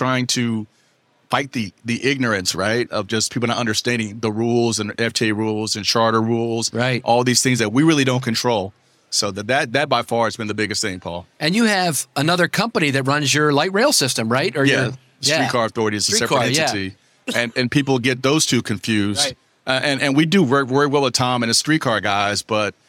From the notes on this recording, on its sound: recorded live at APTA TRANSform Conference and EXPO